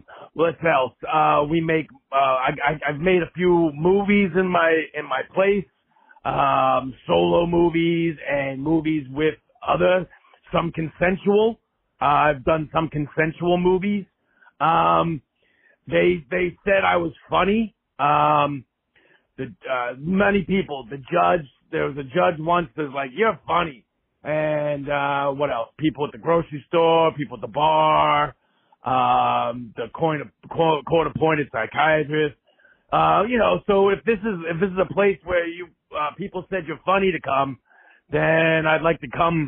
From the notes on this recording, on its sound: We get our first phone calls!